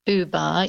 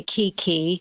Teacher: when you say booba, your mouth is making more rounded shapes, whereas when you say kiki, the mouth is not making round shapes